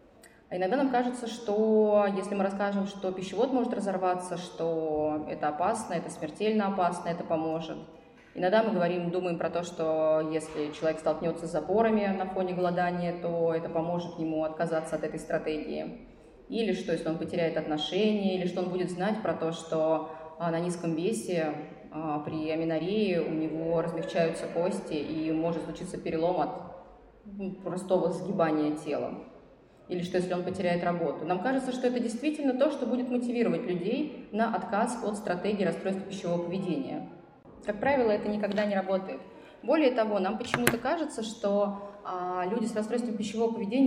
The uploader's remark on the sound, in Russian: Мы записали этот эпизод на фестивале психологического просвещения PSYfest, который проходил в Благосфере с 20 по 22 мая 2022 года.